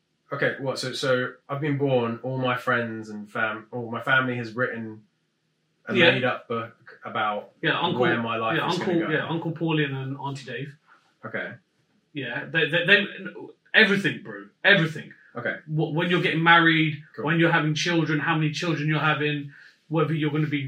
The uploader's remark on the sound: Mics weren't working despite being plugged in.